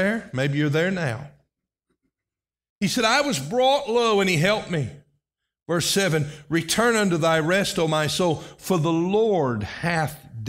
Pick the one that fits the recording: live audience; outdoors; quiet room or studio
live audience